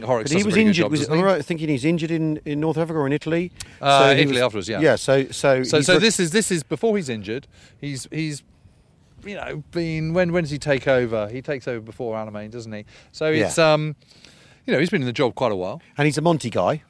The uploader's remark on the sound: rides in a Sherman tank up the same road outside Nijmegen and towards the Groesbeek Heights